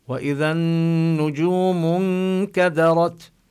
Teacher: ينبغي أن تظهر الجيم، فيها شدة وفيها جهر، لا يجري معها الصوت